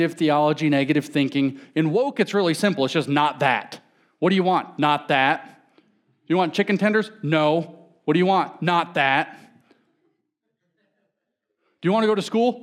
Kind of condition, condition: setting, live audience